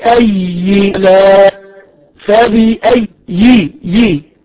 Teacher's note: لابد أن نسمع كسرة الياء هناك كثيرا من القراء عندما يأتي لقراءتها فلا يشبع الكسرة في الياء تمام فتأتي الكسرة بين بين لكن فاسمعني في أي لا فبي أي يي يي لابد ان نسمع يي اي آلاء ربكما تكذبان تفضل يلا فبأي آلاء ربكما تكذبان ممتاز سنفرغ لكم أيها الثقلان في آلات تكذبان انتبه إلى الكسرة في الياء تمام؟